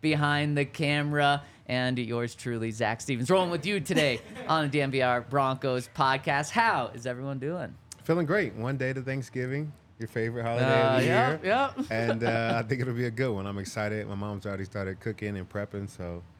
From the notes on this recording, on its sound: coming to you LIVE from the DNVR Bar